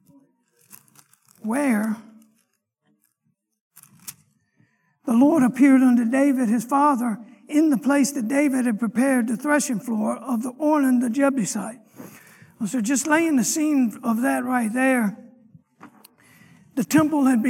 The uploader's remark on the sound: Sunday morning lecture